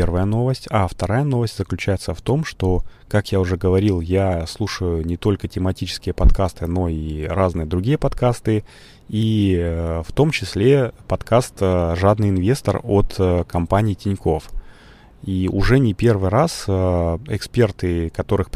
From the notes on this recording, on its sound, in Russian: Извините за плохой звук - ветрозащита потерялась, перезаписать выпуск не получится.